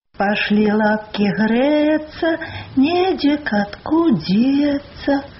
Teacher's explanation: Па-другое, беларускія гукі с, з, ц, дз не проста мяккія. Нават неспрактыкаванае вуха чуе, яны асабліва мяккія, з адценнем шыпячасці.